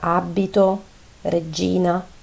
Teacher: B e G sono sempre doppie dopo una vocale